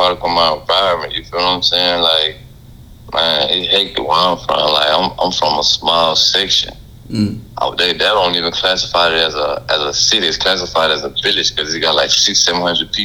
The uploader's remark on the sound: Today we have an over the phone interview.